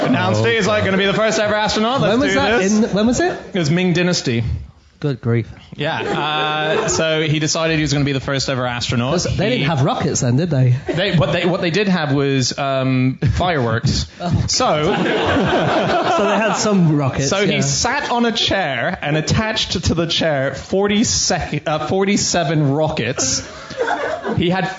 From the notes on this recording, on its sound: In a special live episode for the Chortle Comedy Book Festival